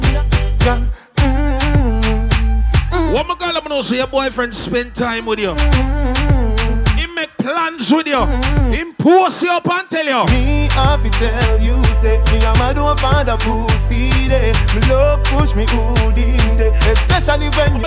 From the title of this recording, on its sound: FETE REPUBLIC HALLOWEEN LIVE AUDIO